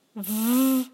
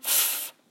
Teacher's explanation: Après l'autre paire, c'est V, là il y a la voix, et la unvoiced, c'est F.